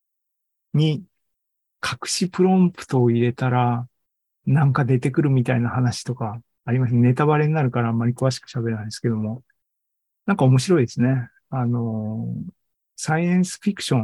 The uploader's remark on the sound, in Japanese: ２０２３年６月２４日に開催した ZOOMライブの模様です。